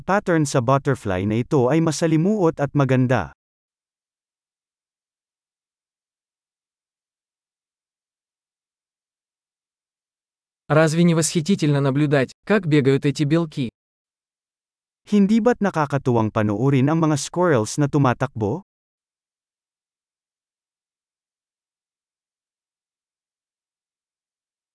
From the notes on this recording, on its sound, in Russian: Шум журчания ручья